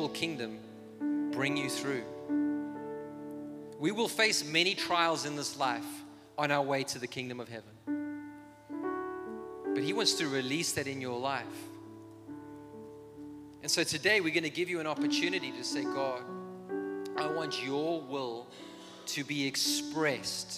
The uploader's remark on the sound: This is a message I preached in Revive Church.